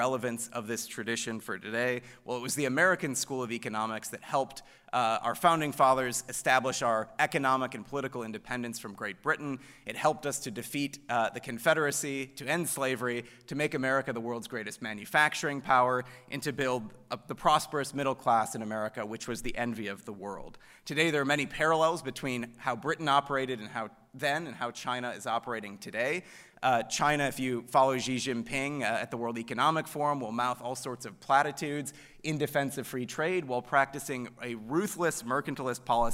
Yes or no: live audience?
yes